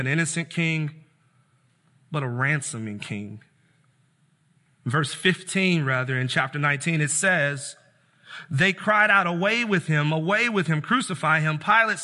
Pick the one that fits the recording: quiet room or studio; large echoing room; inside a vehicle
large echoing room